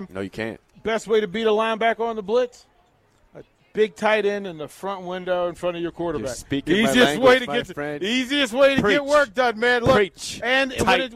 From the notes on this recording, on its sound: Nebraska Football Talk Live from Barry's